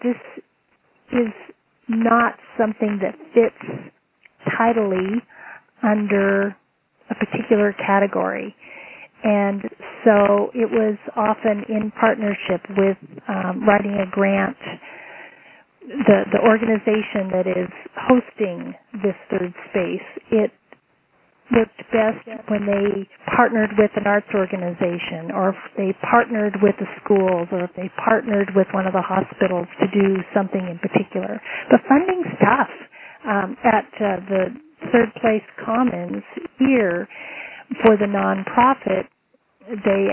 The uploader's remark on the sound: Call recorded on September 13, 2012.